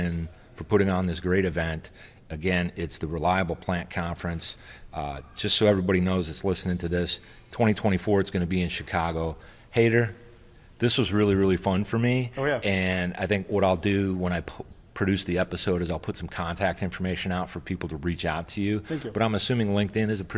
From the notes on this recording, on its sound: From the Reliable Plant Conference 2023 in Orlando.